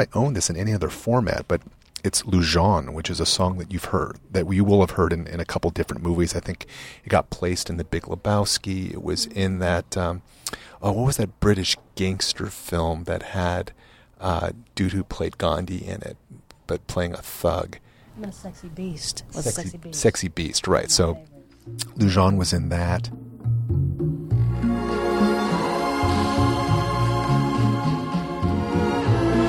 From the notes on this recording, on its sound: LIVE from the Last Bookstore. The Last Bookstore here in Downtown Los Angeles.